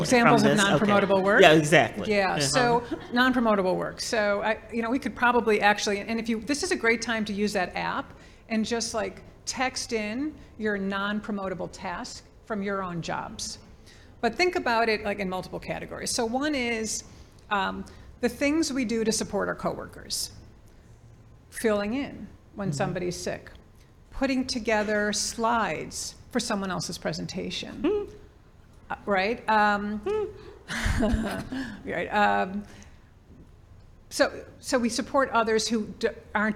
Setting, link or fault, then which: setting, live audience